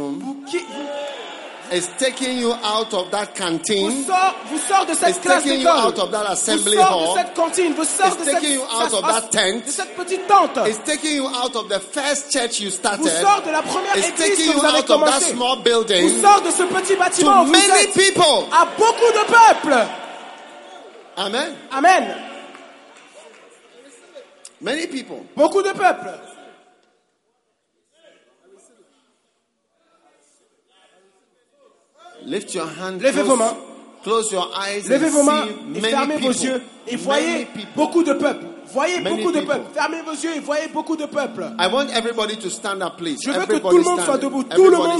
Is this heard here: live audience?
yes